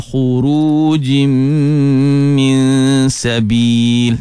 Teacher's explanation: Jaga dengung pada khurujim, tanwin bertemu mim, idgham ma'al gunnah, atau nama lain idgham bi gunnah, dengung dua harakat di situ. Kemudian min sabil, nun mati bertemu dengan sin, ikhfa haqiqi, dengung juga dua harakat.